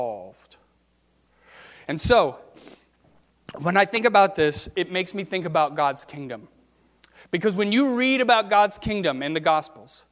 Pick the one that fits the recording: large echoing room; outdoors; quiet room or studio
large echoing room